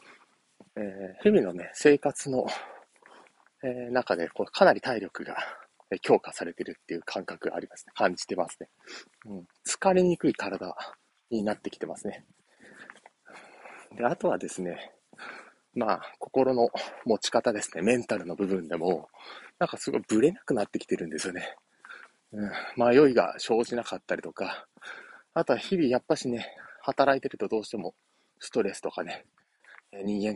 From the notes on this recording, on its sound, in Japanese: お散歩しながら音声配信